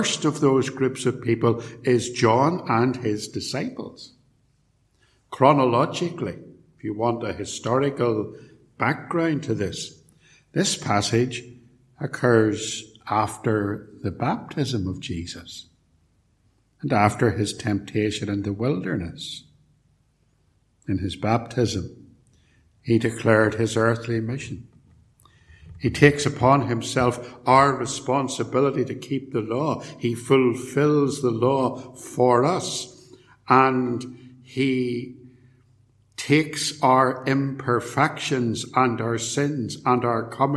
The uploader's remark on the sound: A sermon preached at Ballymacashon and Templepatrick, and recorded at Templepatrick Reformed Church